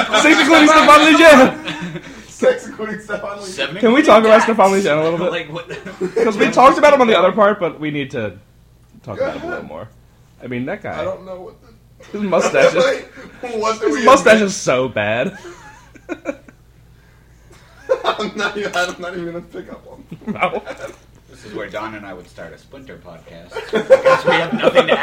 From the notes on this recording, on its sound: Live From A Saturday Night In Glens Falls, NY.